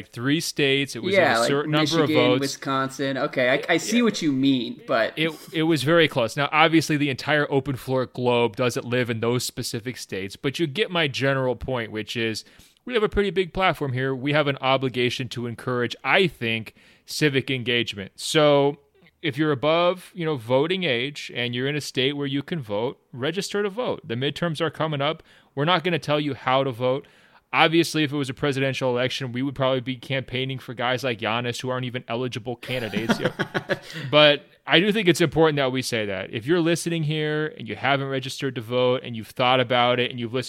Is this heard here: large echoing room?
no